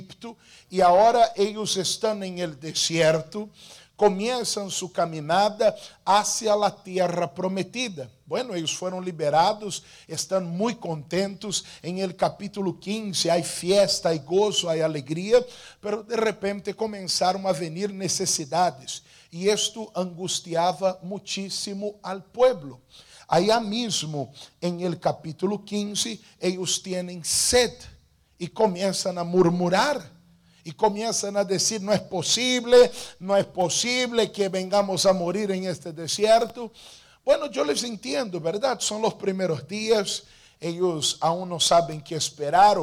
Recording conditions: large echoing room